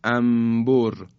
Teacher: یا میگیم انبر، انبر کسی نمیگه، ما معمولا میگیم انبر، یعنی نون ساکن تبدیل به میم میشه · Term: اقلاب